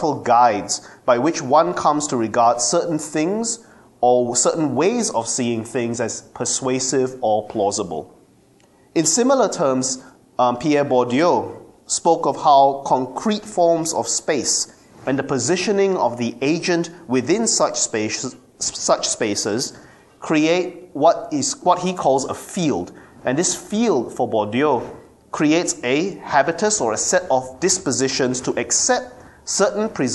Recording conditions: large echoing room